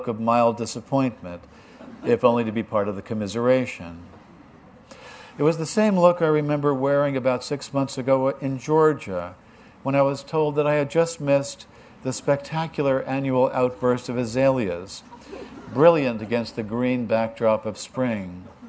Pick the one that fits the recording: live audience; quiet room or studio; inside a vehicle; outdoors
live audience